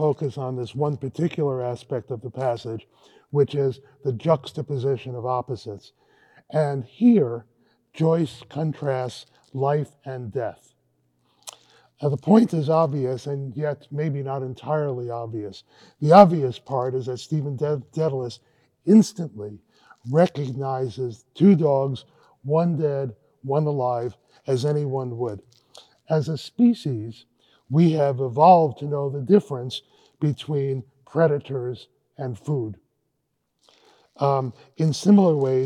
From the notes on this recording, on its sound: This lecture was given on March 8, 2023 at Vanderbilt University.